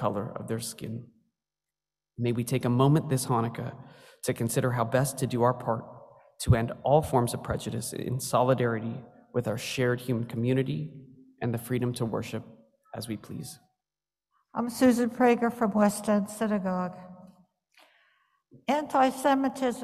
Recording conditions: large echoing room